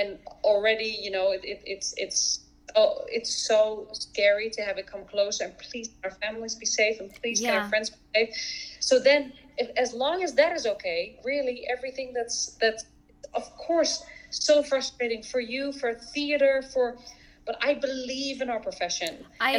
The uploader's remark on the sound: From London to NYC, this episode marks the first podcast over FaceTime, so sorry for any audio imperfections.